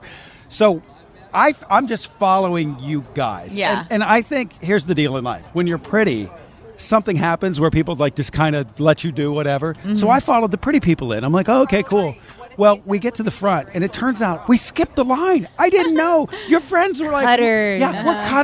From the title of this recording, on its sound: The Morning Show Is Live from The Happiest Place on Earth!